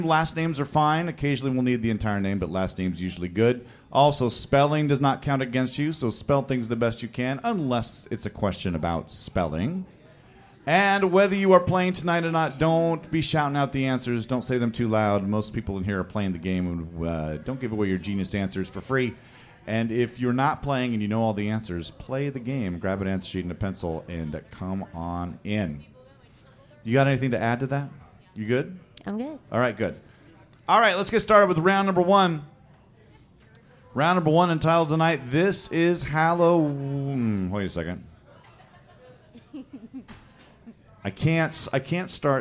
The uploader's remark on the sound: Live from the Skylark Cafe!